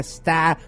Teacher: É um O muito mais aberto, né? Stop.